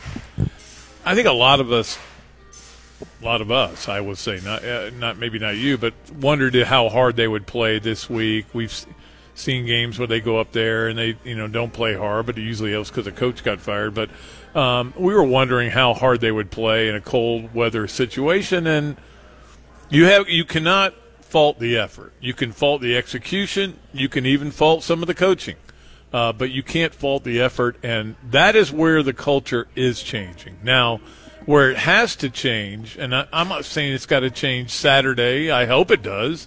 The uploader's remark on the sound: live from the Gainesville Hilton